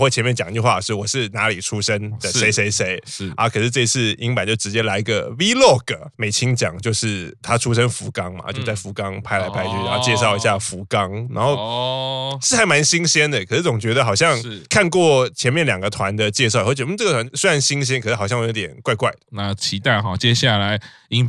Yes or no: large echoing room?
no